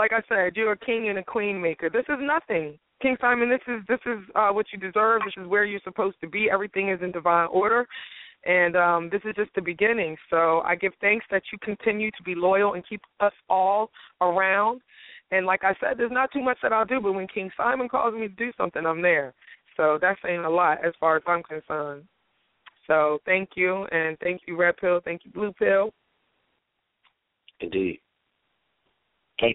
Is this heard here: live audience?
no